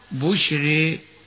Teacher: كذلك إذا وقعت الراء ساكنة ممالة كما نقول في بعض القراءات بشرى، ترقق الراء حال الإمالة